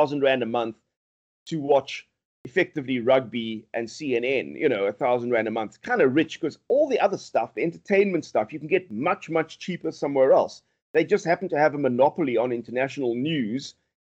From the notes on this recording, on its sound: Recorded via Skype